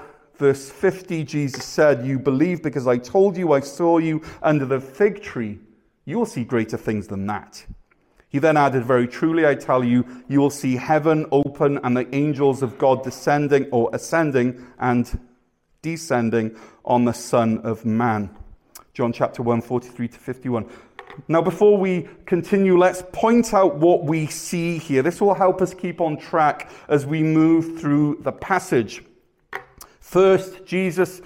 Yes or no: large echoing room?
yes